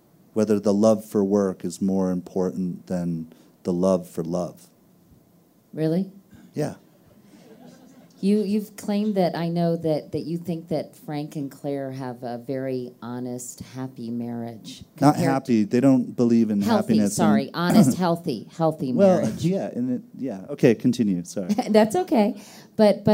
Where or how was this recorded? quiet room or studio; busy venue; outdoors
busy venue